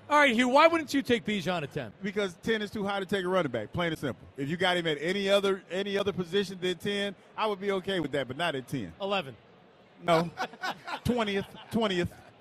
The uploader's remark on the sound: broadcast live from the Linc.